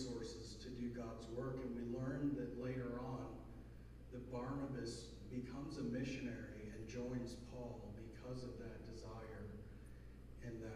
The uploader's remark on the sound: Sound quality is low.